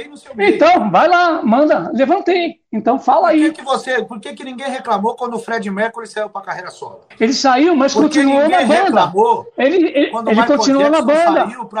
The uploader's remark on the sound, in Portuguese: Gravada remotamente. Rádio Gazeta.